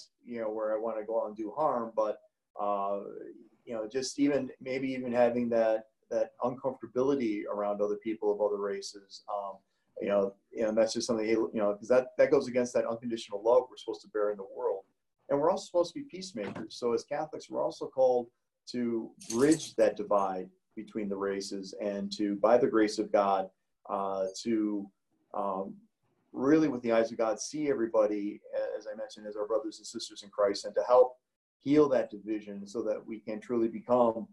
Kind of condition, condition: link, video call